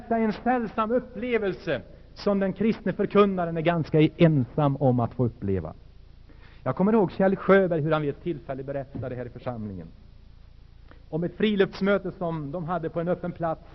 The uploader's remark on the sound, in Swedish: Inspelad i Saronkyrkan, Göteborg 1980-10-19.